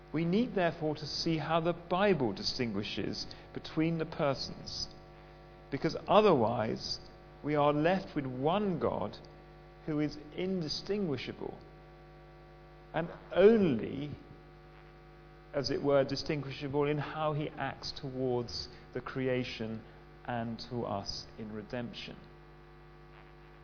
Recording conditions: live audience